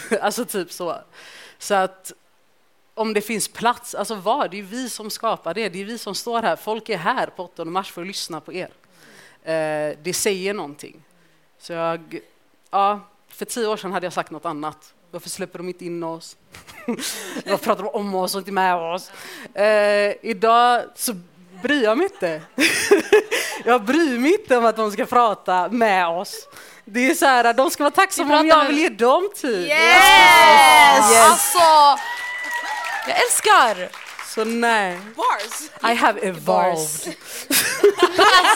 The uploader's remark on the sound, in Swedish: Vi fick äran att livepodda. I detta avsnitt får ni höra vår livepodd.